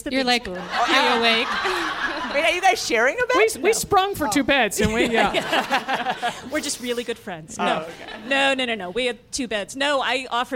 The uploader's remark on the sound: Live from Ogden, Utah. In this recorded-in-front-of-a-live-audience episode.